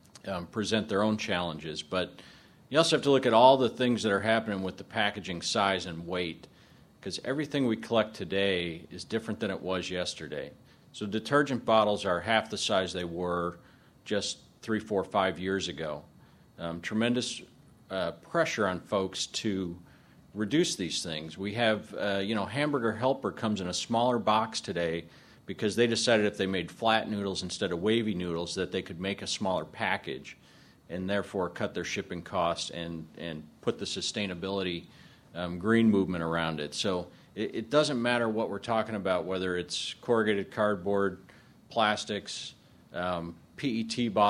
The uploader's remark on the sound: This podcast is an excerpt from a presentation. At a session titled Adjusting MRFs to Changing Streams during the 2010 Paper Recycling Conference & Trade Show in June.